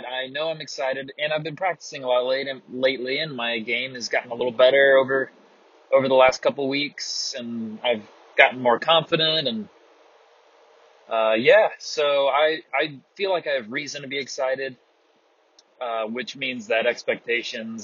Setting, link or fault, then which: fault, poor sound quality